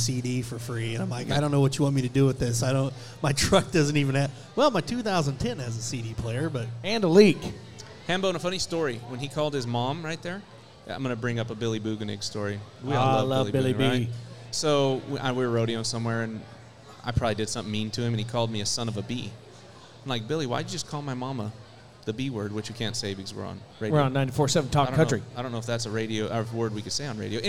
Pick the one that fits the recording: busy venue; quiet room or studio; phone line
busy venue